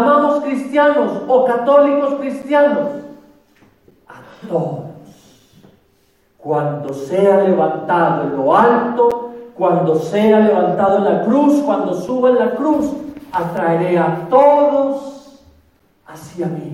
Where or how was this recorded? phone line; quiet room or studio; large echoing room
large echoing room